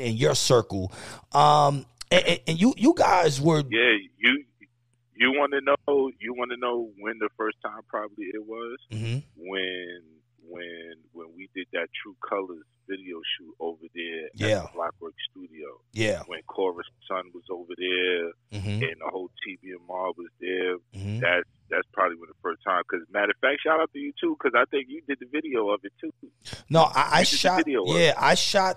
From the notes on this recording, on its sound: We field calls from our live Facebook listeners